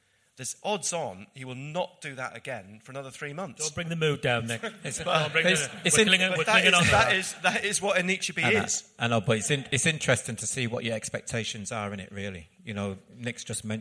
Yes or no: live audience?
yes